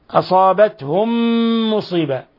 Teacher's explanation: ميم ساكنة مع ميم متحركة، أضغمنا الميم الأولى في الثانية، صار عندنا إضغام مثلين صغير.